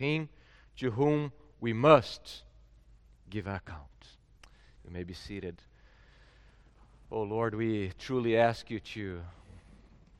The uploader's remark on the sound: At Gracious Cross Reformed Church Salem, September 19th 2021.